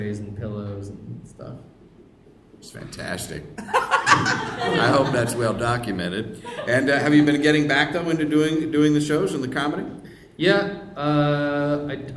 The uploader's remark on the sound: special live episode